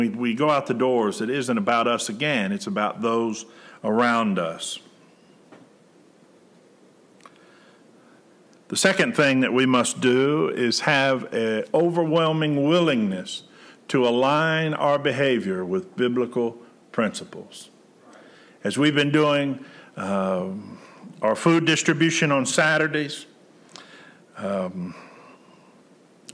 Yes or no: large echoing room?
yes